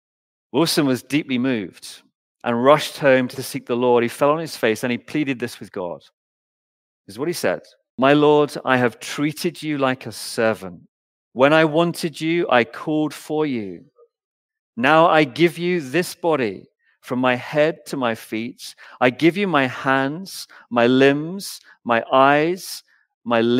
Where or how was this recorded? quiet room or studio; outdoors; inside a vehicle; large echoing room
large echoing room